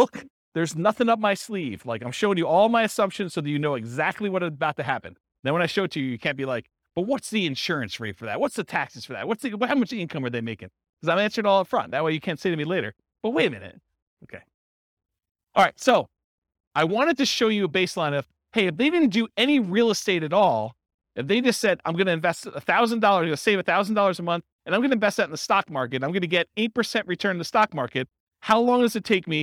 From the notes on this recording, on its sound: This was a live class recorded